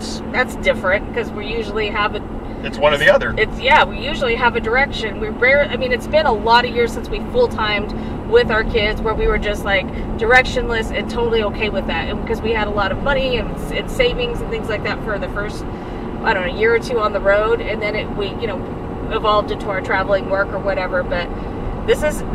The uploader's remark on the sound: Driving Oregon to Montana on a shitty road.